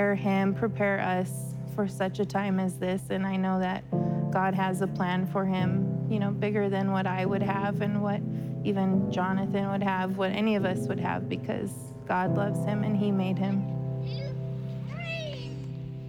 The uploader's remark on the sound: preached on October 3rd at the 11:30AM service